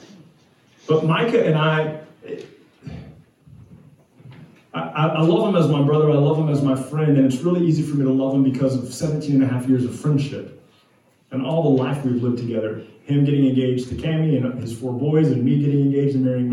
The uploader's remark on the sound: We apologize for the video and audio quality, some technical difficulties lead us to record with an iPhone this week.